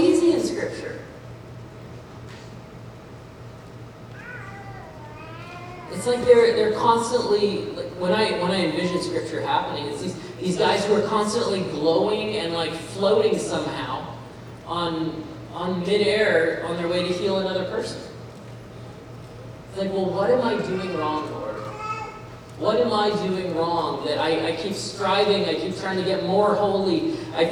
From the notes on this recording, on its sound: Hey Everyone just wanted to apologize up front about the audio quality of this message. There was a recording hiccup so this audio is not up to our normal standards.